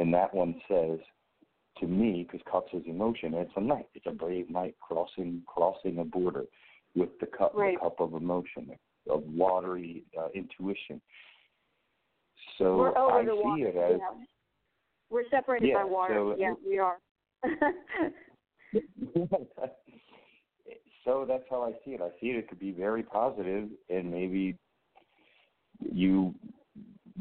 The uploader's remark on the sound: opens the phone lines